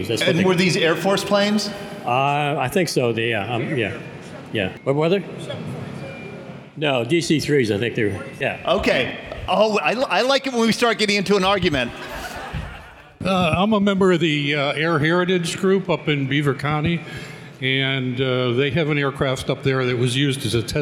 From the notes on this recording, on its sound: recorded live September 9, 2016 at the Air Force Reserve 911th Airlift Wing in Moon Township, Pennsylvania.